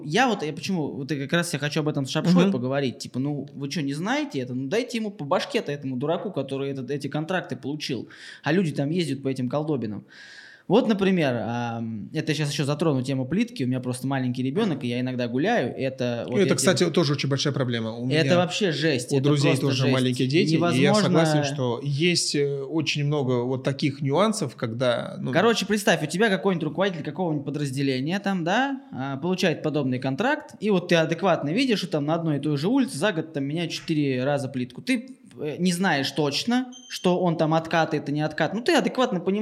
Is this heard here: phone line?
no